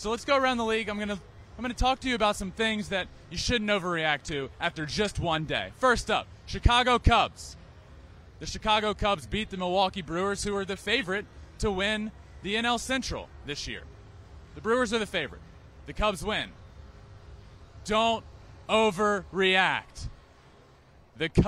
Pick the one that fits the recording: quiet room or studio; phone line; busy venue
busy venue